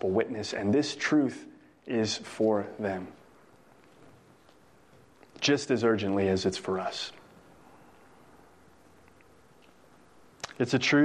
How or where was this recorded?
large echoing room